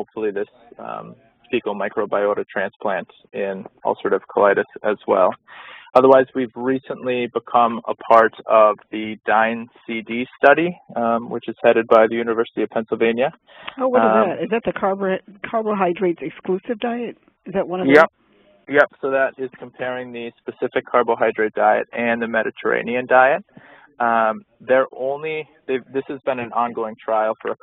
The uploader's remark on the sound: phone Call